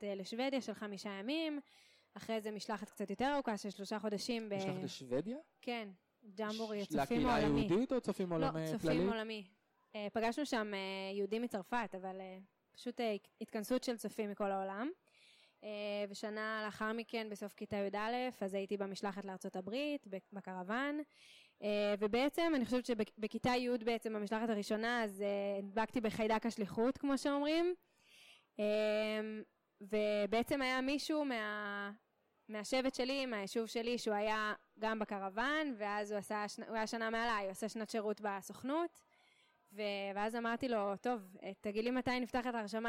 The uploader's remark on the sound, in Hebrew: במהדורה מיוחדת זו, שהוקלטה באירוע השליחים החוזרים ב2019.